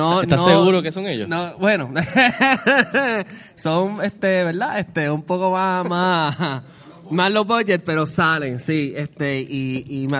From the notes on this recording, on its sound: Puerto Rico Comic Con 2019 Panel. Llevado a cabo por el equipo de Movie Network en el Puerto Rico Comic Con 2019.